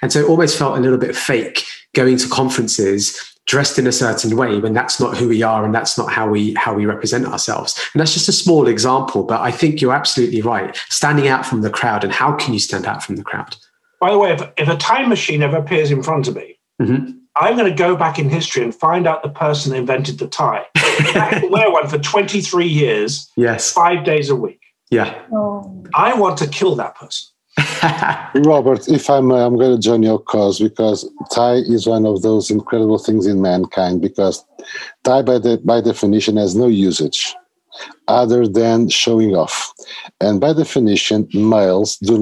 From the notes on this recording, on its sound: this episode was first recorded as a webinar in Feb 2021 and converted to a podcast so we could all enjoy it away from our screens